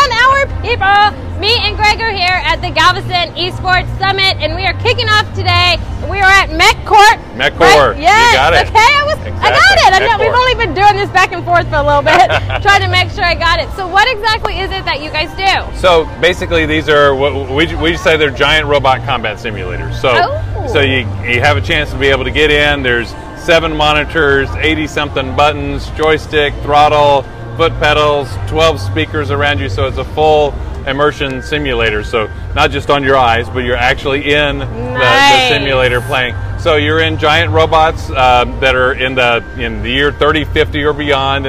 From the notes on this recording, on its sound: TCH Interviews throughout Day 1 of Galveston Island eSports Summit.